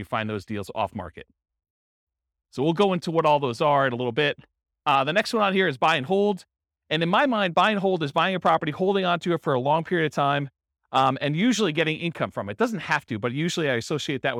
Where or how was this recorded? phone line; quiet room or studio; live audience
live audience